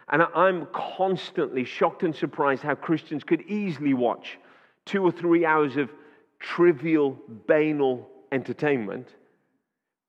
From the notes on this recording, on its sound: Audio recording taken from Kent Prayer Quake 2021